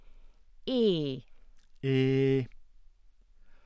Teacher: A raised, close mid, front unrounded vowel is e. E.